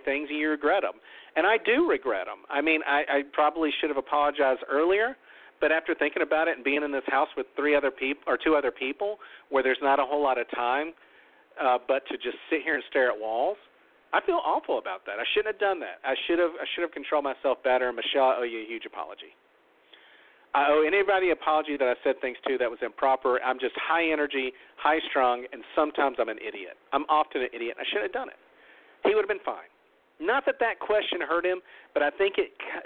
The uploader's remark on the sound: LIVE CALL IN! Tonight we open up the phone lines to anyone who wants to give their feelings on the season, the winners, or the jury.